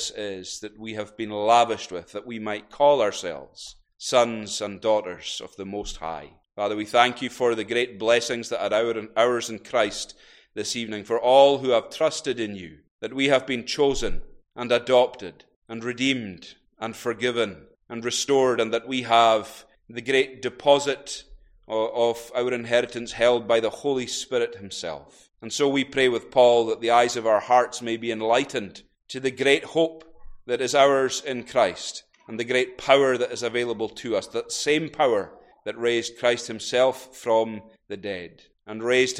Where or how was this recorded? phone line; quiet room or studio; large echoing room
large echoing room